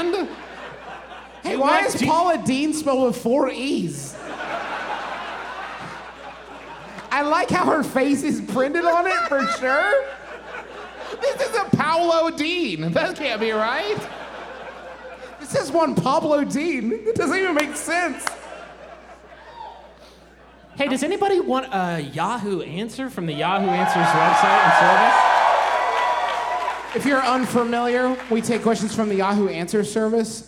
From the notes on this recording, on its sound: Here’s our live episode from our beautiful hometown of Huntington, WV.